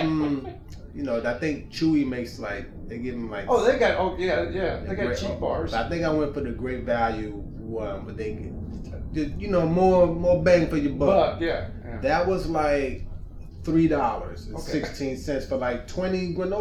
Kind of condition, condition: fault, poor sound quality